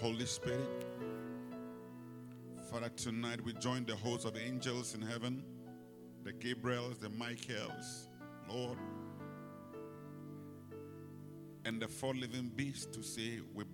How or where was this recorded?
large echoing room